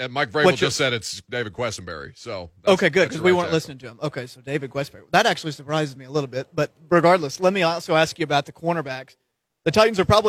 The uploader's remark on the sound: Live from Remembering the Badges Blood Drive